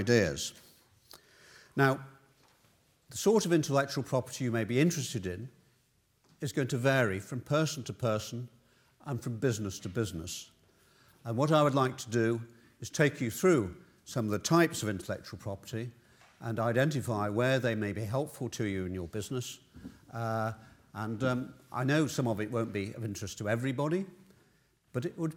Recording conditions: large echoing room